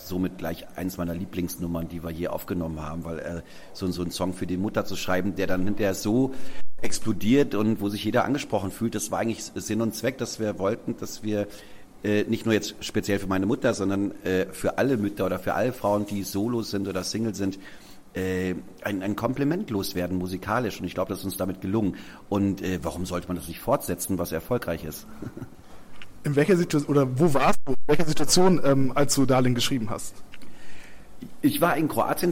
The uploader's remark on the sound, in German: Am Telefon